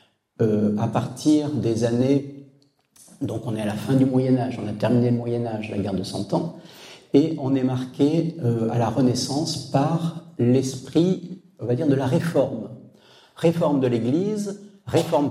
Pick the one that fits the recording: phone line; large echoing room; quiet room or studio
large echoing room